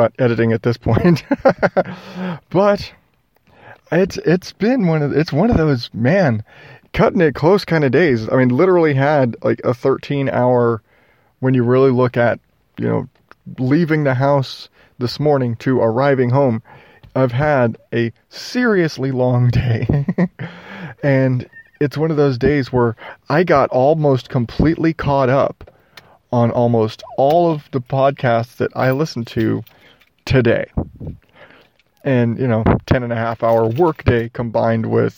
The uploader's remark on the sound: LIVE from The Car. I had to work so late I'm chatting live from my car to get this in before midnight.